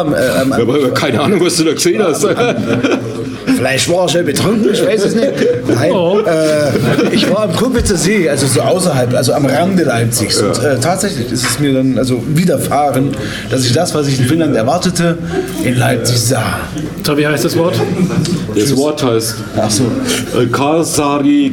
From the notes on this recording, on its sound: Live at Hemingway Hof. Live und ungeschönt geben wir uns der desolaten Sonntagabendverachtung beim Lesefest DIE DUNKLE SEITE 2023 in Hof hin.